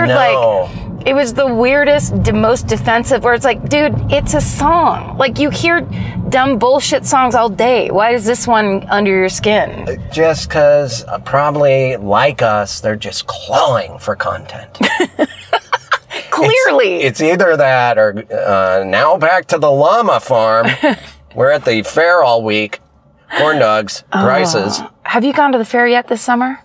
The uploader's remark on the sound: In the Car